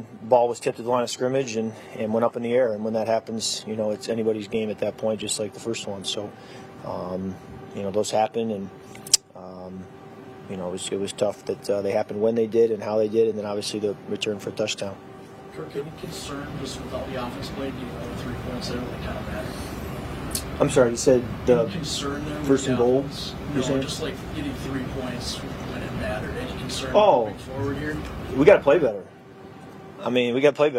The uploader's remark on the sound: postgame press conference